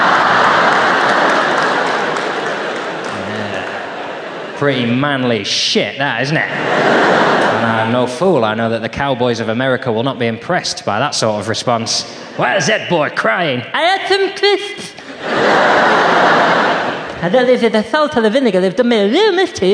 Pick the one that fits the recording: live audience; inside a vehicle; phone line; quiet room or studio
live audience